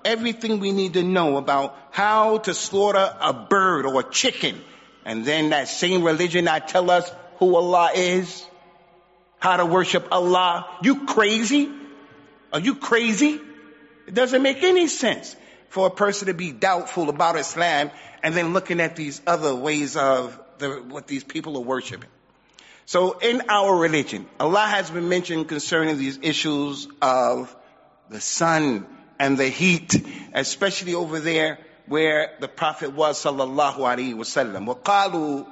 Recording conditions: large echoing room